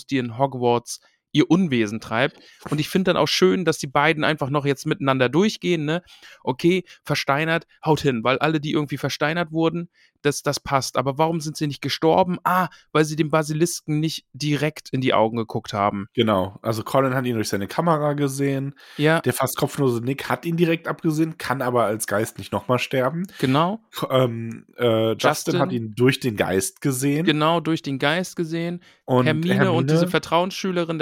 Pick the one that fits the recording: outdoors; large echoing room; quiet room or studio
quiet room or studio